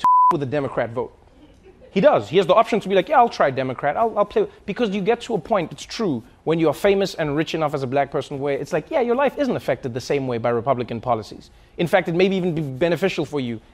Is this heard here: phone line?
no